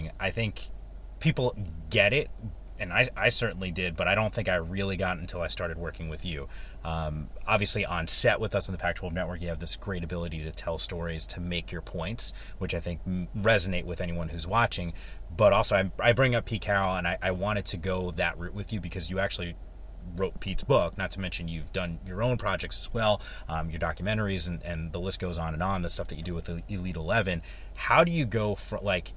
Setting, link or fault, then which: setting, inside a vehicle